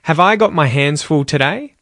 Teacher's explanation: Because this is a question, you'll notice that my voice rises at the end of the sentence · Term: intonation